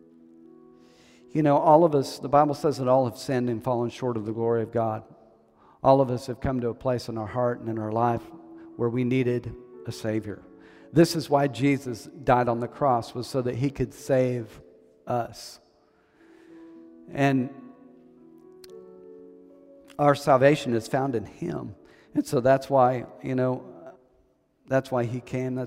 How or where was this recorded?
large echoing room